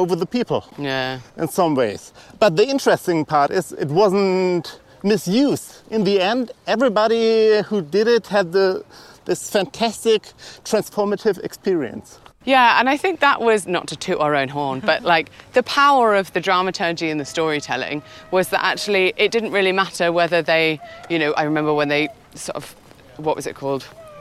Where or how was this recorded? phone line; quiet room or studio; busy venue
busy venue